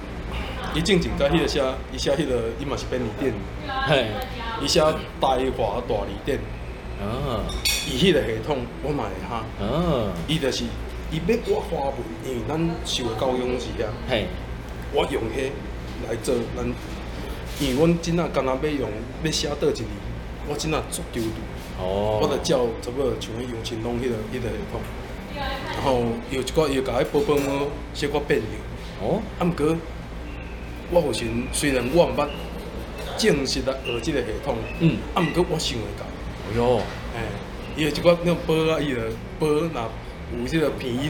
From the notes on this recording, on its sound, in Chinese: 錄音地點：Louisa Coffee 路易莎咖啡 台南中華店。錄音設備：Samsung S10+。